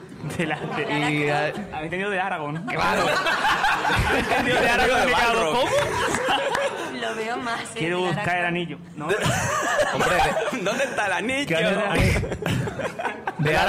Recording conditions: live audience